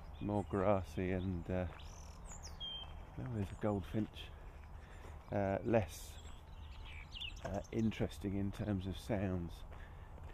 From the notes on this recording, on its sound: A binaural edition - best listened to via headphones. A morning dog walk and audio ramble.